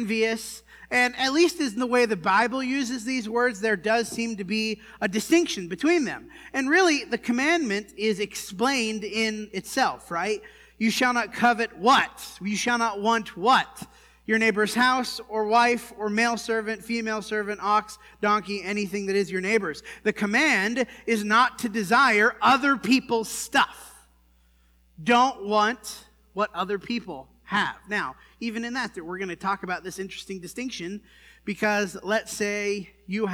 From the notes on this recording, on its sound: This sermon was preached at the Dewey Church